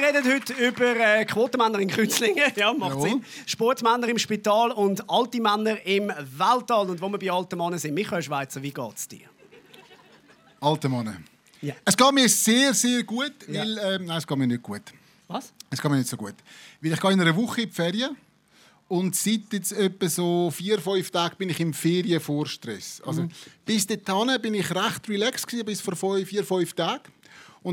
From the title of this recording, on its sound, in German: Die Quotenmänner live aus Kreuzlingen – mit Publikum!